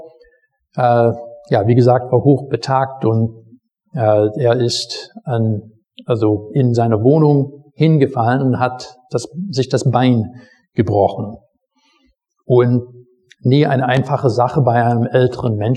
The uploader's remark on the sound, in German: Predigt aus dem Gottesdienst